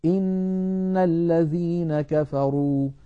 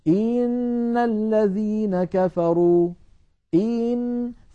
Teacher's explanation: يعني مثلا لما نقول إن الذين كفروا، إن هنا الهمزة مكسورة فلها زمن، لكن لو بالغنا وقلنا إن الذين كفروا إن، فكأنه صار بعد الهمزة المكسورة ياء · Shown in: second take · من أجل هذا سمى علماؤنا هذا الأمر الإدخال، كأنه دخل في التلاوة حرف، وهذا منهي عنه لأن فيه زيادة حرف ليس في كتاب الله.